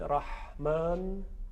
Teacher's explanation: ببینید صداش صدای لطیفیه. راح خش نباید توش باشه و الا تبدیل به خ میشه، رحمان میشه، رحمان. · Term: حرف حا